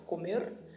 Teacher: A letra O e a letra E são pronunciadas um pouco mais fechadas, comer, e o R tem esse vibrato no final, comer.